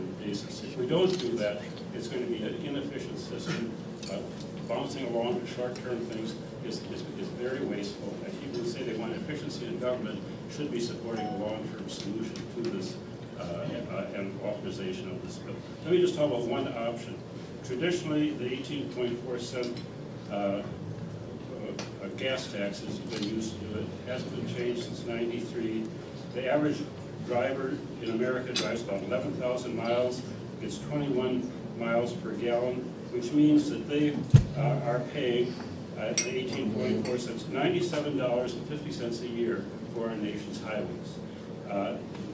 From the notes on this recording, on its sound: WASHINGTON, DC – The Ripon Society hosted a breakfast discussion with the leaders of the House Committee on Transportation and Infrastructure.